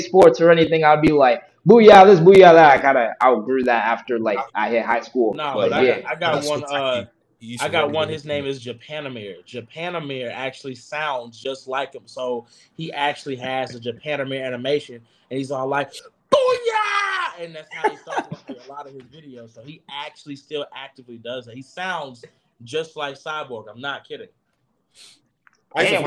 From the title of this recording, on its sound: audio issues